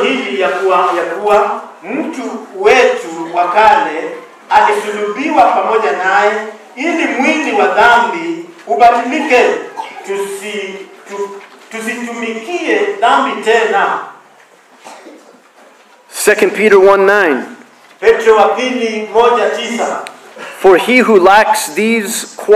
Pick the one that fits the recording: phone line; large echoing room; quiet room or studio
large echoing room